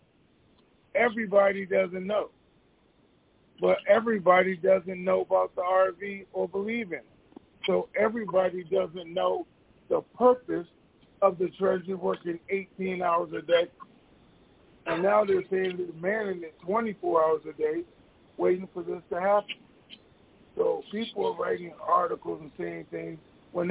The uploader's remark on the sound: TNTSuperfantastic Conference Call.